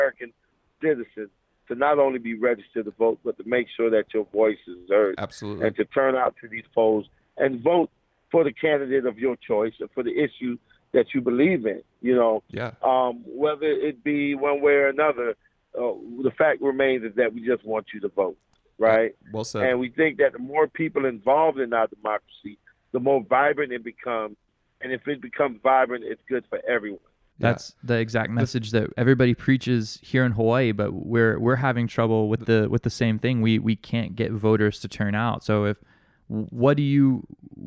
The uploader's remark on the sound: we spoke by phone